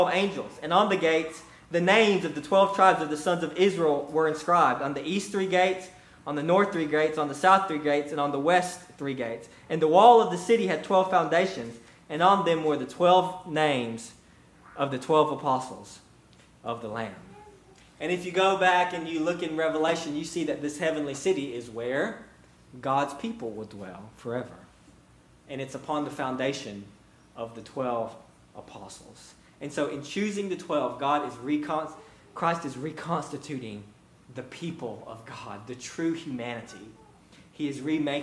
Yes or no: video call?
no